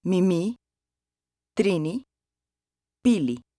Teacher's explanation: Pronounced like the I in machine, but short and tense.